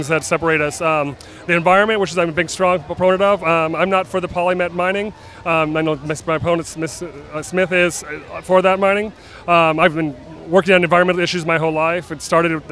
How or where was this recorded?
busy venue